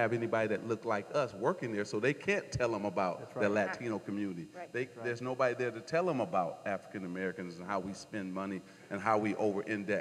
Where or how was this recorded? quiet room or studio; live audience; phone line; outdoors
live audience